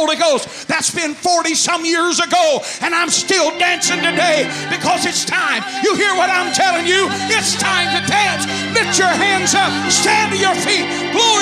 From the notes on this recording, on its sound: The message was preached on February 6, 2011 at First Apostolic Church in North Vernon, Indiana.